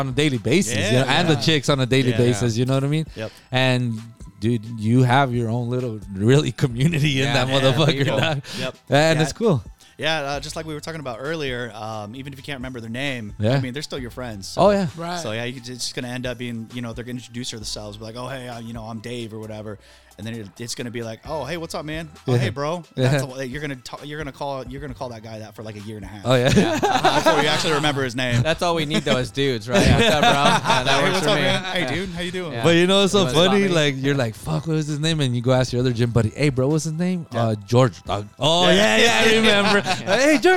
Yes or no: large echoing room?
no